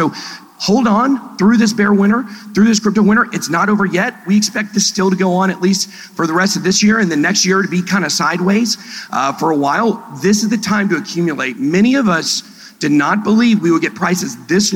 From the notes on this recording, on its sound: Live from InvestFest. The Express steamed down to Atlanta for InvestFest by Earn Your Leisure.